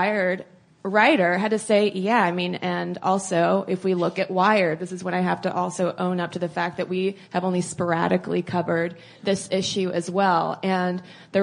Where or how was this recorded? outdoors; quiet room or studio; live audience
live audience